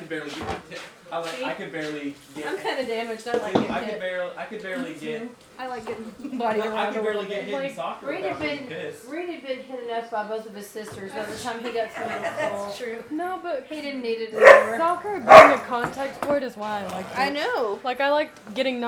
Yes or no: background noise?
yes